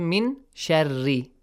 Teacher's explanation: Kind of hiding and also producing a ghunna sound, a nasal sound, okay? Hiding that sound, and also ghunna.